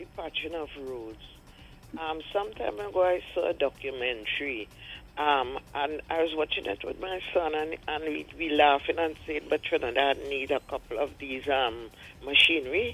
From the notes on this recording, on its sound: we take more calls from the audience